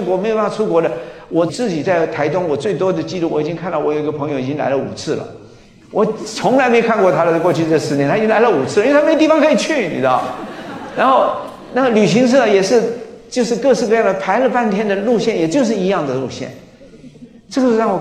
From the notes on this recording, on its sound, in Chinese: 高雄新書演講會現場錄音